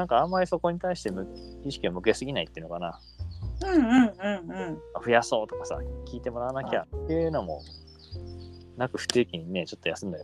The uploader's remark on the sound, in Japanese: 山中湖の森で焚き火の番をしながらの収録。二人のその自然体な過ごし方がそのまま声と音に残った。